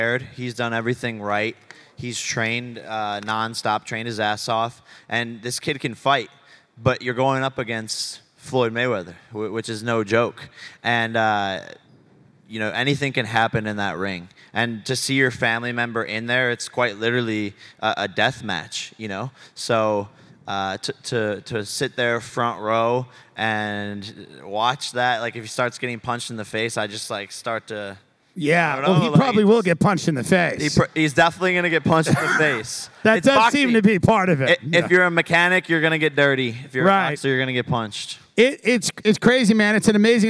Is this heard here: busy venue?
yes